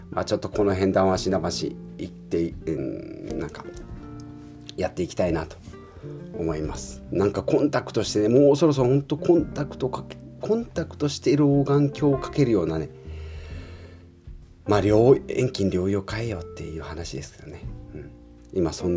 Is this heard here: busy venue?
no